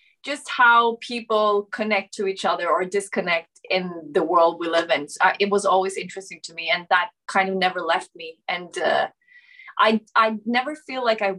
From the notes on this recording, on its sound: Shot via Zoom, January 2022